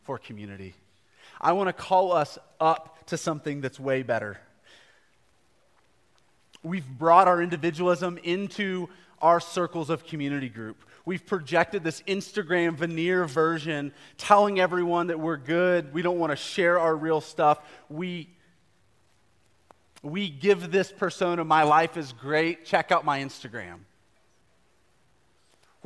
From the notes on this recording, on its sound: A live recorded sermon from the Sunday gathering at The Heights Church Denver.